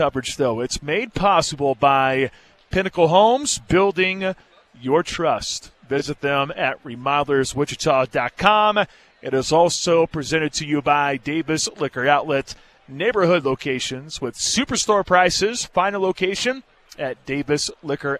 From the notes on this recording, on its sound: live interviews from Radio Row in Las Vegas!